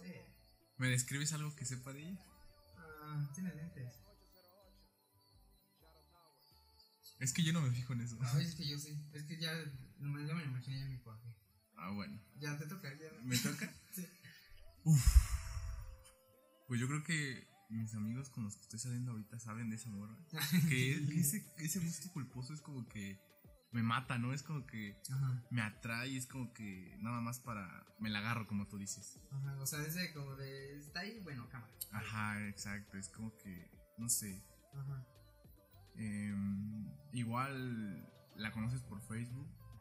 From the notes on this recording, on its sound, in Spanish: Una disculpa por el audio estamos pasando por temas técnicos